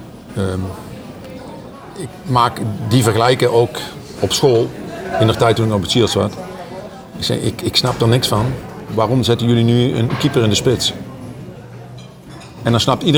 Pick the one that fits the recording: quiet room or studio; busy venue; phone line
busy venue